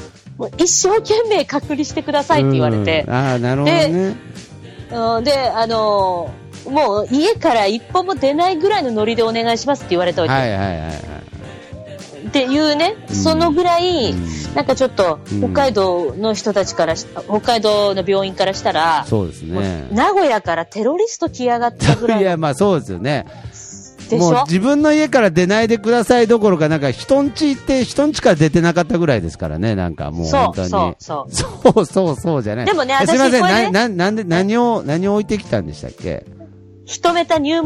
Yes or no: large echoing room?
no